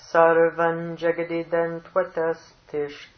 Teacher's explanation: I myself aspirated a little too much. The only thing that's aspirated there is the ta, the lingual ta.